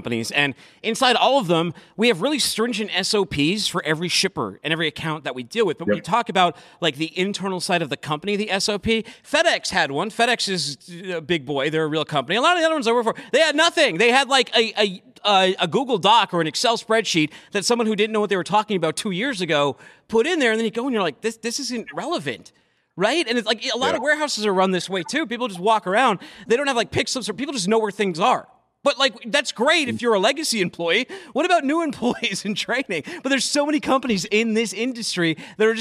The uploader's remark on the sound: is coming to you live from the 44th annual Walcott Truckers Jamboree